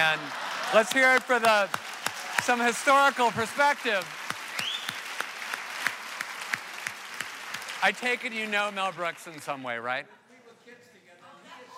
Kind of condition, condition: setting, live audience